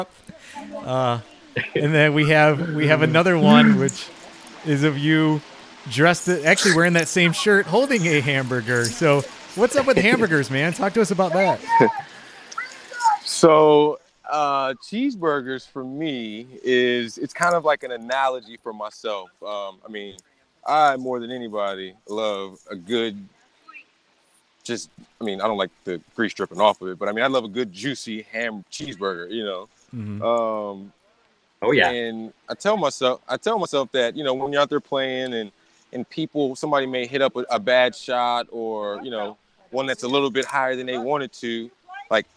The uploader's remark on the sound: LIVE from the 2018 Pickleball National Championships